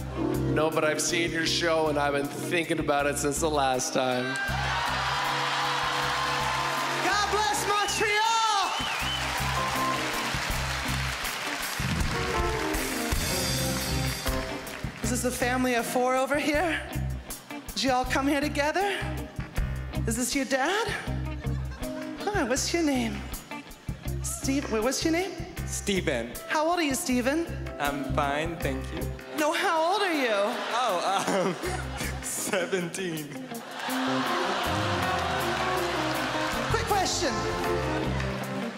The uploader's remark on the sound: Stand up from the Just For Laughs Festival in 2015.